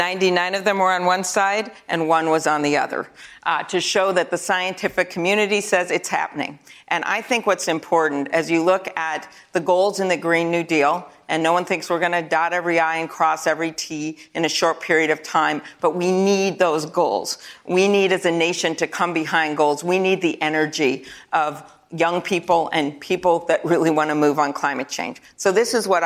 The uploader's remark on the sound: answers questions from students and young New Hampshire Democrats during a live town hall